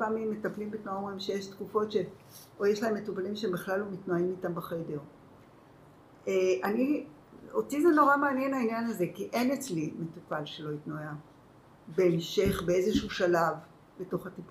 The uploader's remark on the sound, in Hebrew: אנו מתנצלים מראש על איכות הסאונד אבל יש לנו סיבה מוצדקת לכך :) עקב מצב הקורונה נאלצנו להרחיק את המיקרופון לפתוח את החלונות ולהגביר את הווליום.